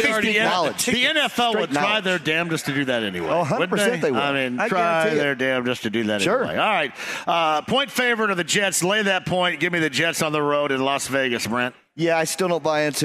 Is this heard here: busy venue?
yes